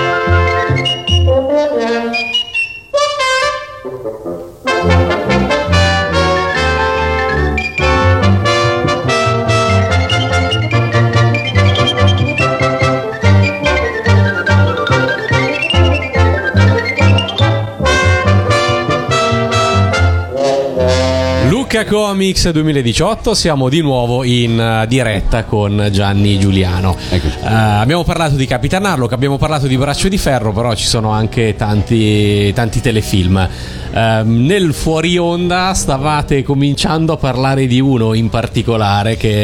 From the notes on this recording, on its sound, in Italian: Da Lucca Comics & Games 2018